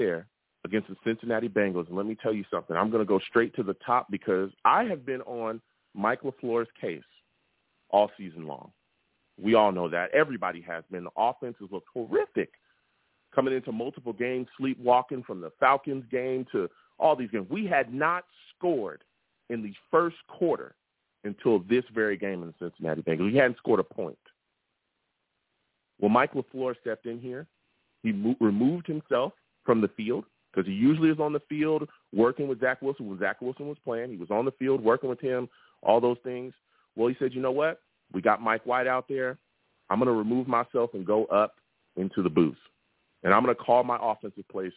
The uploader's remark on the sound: I also take live callers as well!